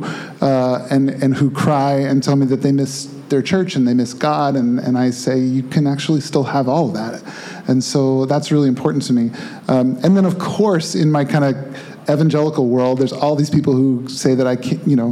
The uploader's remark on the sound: Our first ever PODCAST recorded LIVE WITH AN AUDIENCE. At BOX in Redwood City, Ca.